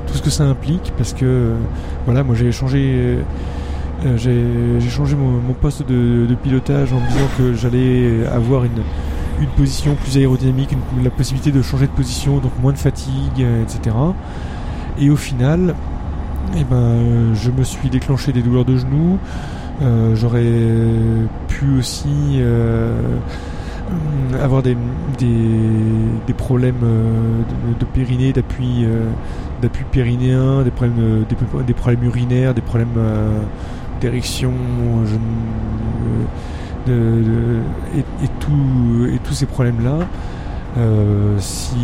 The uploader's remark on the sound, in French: Un petit épisode enregistré dans le TER après avoir écourté un périple pour cause de mauvaise préparation matérielle.